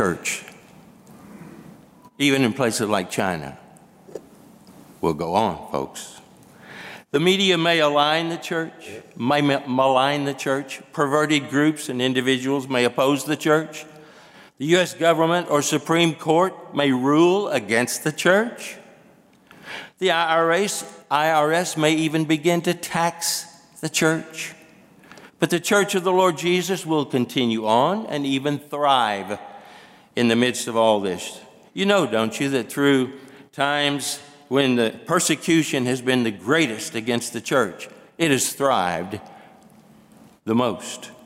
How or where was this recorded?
large echoing room